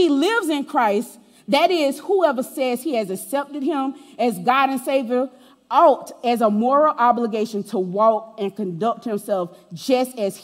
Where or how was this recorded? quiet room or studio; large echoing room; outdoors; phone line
large echoing room